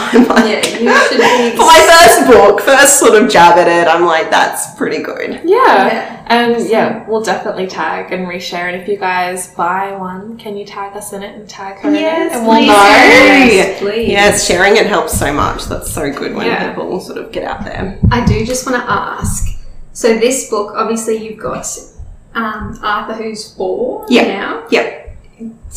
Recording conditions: poor microphone